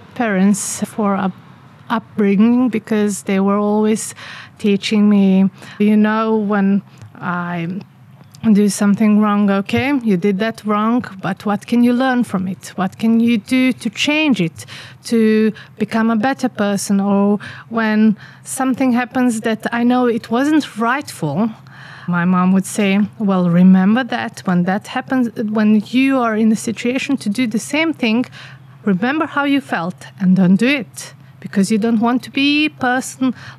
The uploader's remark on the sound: Recorded outside in our garden here in the village of Čardačani. You'll also here "village sounds" during the podcast.